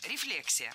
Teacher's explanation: В этом слове ударение должно падать на второй слог.